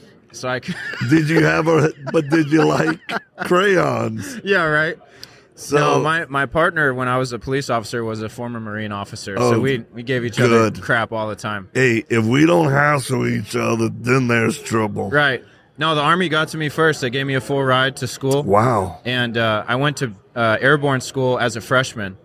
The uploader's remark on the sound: Live at AmFest